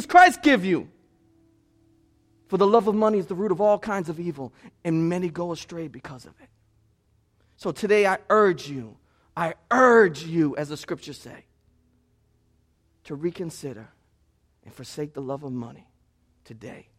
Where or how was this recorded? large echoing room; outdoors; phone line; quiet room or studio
large echoing room